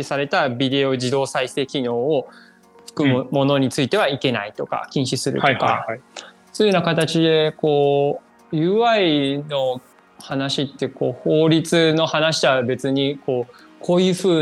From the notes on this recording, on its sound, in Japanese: 収録はzoomを活用して遠隔で行いました。音声が聞きづらい部分がある点、ご了承ください。